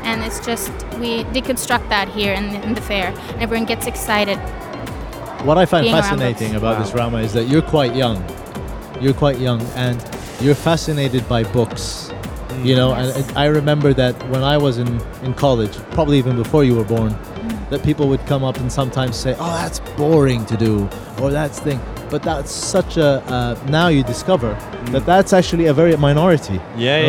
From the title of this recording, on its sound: Live From SIBF 2023